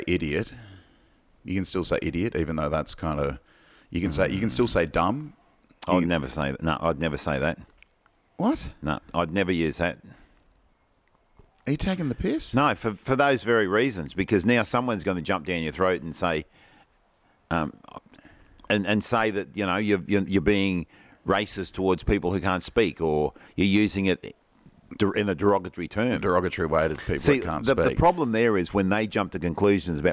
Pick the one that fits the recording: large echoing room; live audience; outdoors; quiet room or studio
outdoors